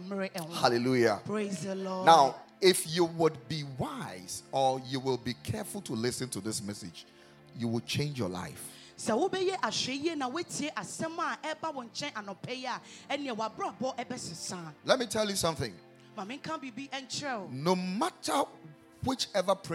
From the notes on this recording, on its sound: Preached at the Royal Service.